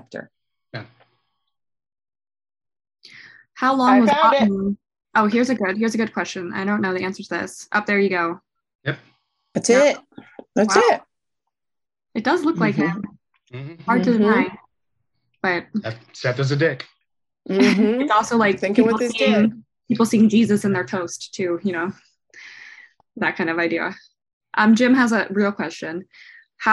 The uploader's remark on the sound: This month's Patreon Q&A is a recording from our Live Zoom event on February 18th